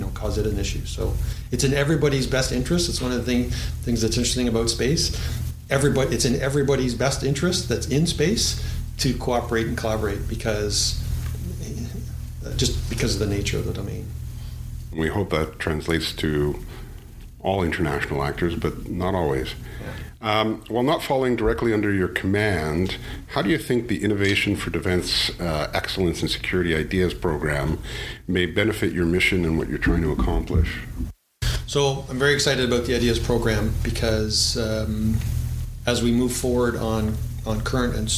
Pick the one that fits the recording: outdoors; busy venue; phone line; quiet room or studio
busy venue